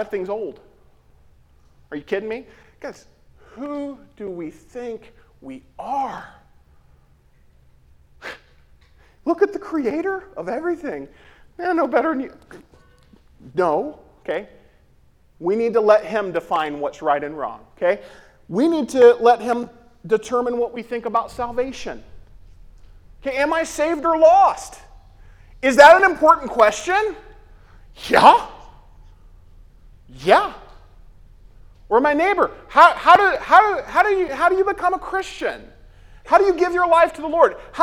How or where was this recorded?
large echoing room